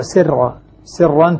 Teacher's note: الراء مشددة وكانت من حرفين، مع أنها منونة بعدها، إلا أن الراء هنا مرققة قولا واحدا